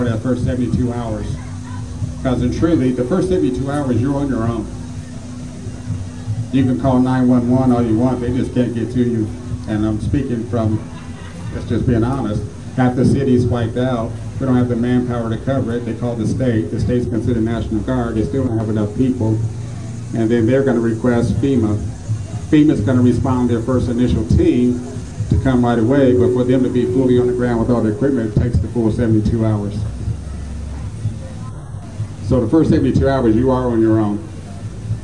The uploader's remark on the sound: 2nd Annual Knowledge Cypher Lecture Series held at the 11th Annual African American Cultural Festival